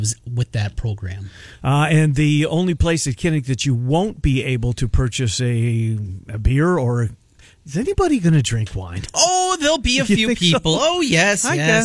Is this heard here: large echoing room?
no